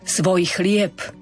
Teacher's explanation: opäť nastáva pauza a preto to B zaznie ako neznelé P. Pozor na štvrtý riadok a pred svojím blížnym, aby sme tam dodržali ten instrumentál.